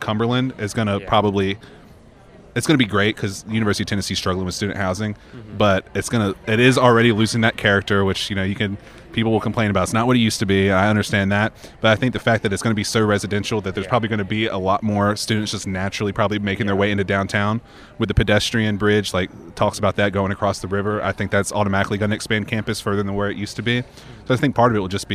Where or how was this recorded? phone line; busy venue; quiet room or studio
busy venue